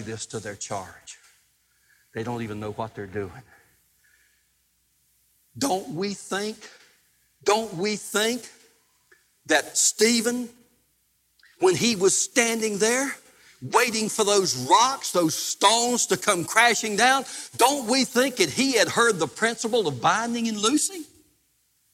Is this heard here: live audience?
yes